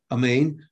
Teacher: not pronouncing the kamatz at the beginning of the amen properly, but pronouncing it instead as a shva. Amen, without actually, there's no ah, right? · Term: chatufa